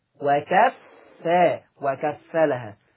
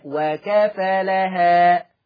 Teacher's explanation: حفص عن عاصم يقرأ بتشديد الفاء وكفّ وكفّلها. ورش عن نافع يقرأ بتخفيف الفاء · Shown in: second take